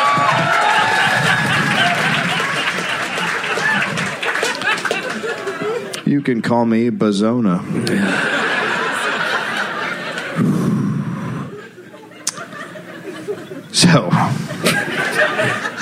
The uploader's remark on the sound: Live in Phoenix.